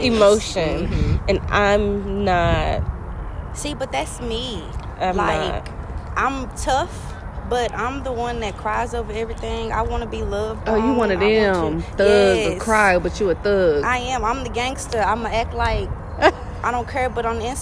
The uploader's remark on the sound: We have two quick guest pop on just to shoot the breeze.. We recorded outside because it’s nice.